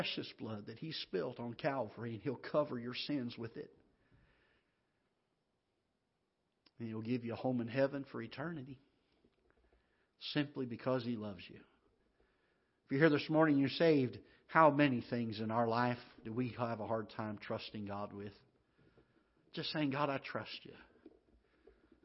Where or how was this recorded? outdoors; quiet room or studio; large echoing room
large echoing room